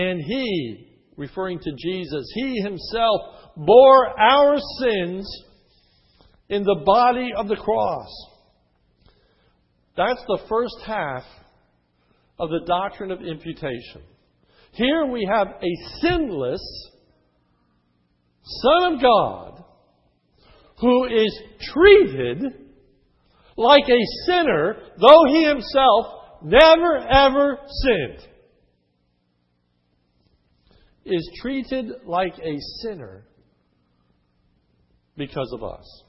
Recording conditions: large echoing room